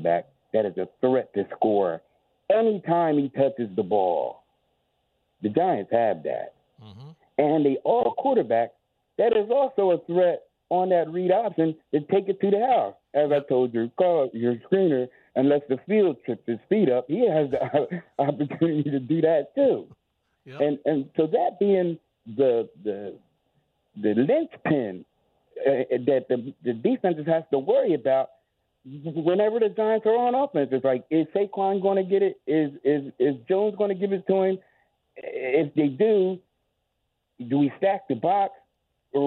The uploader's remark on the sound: goes to the phones to hear from the listeners